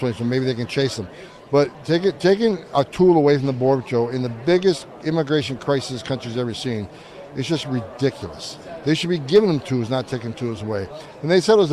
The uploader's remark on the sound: does his show live at CPAC